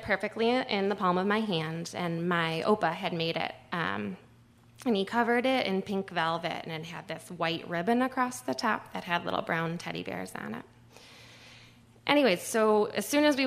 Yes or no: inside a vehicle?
no